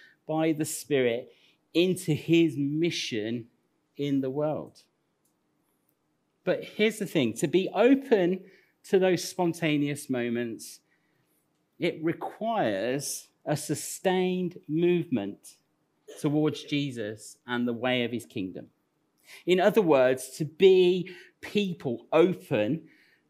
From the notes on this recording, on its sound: Recorded at Central Vineyard, 42 sheet street, Northampton 28th Nov 2021